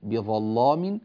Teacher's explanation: نريد أن نغلظ اللام هنا ونعطيها حقها من التفخيم، طبعا هذه لام مشددة بالفتح وقبلها ظاء مفتوحة، يعني انطبق عليها الشروط، فلذلك تفخم أو نقول تغلظ.